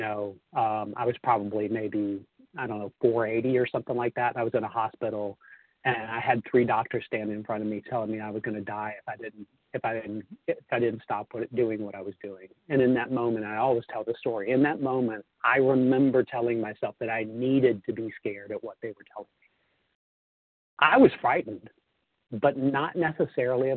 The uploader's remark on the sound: 100 Pounders Phone Meeting, 3/28/23